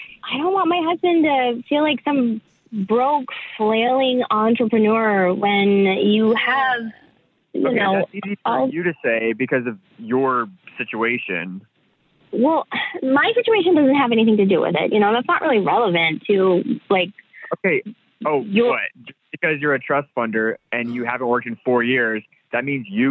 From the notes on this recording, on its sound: Awkward Tuesday Phone Call.